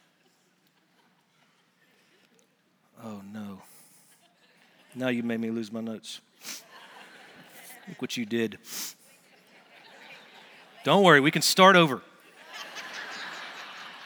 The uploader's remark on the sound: Recorded Live at Brookwood Church on 01.07.2024